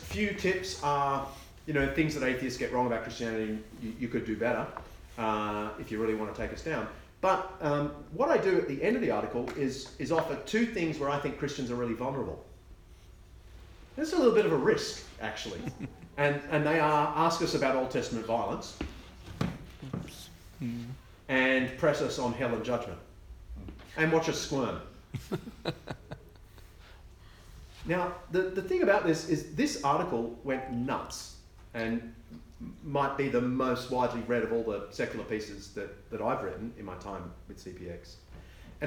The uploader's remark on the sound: Keynote lecture from the Veritas Research Symposium at Gimlekollen College, NLA University, October 2019.